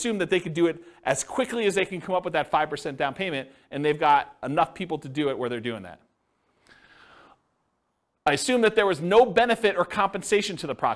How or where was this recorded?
live audience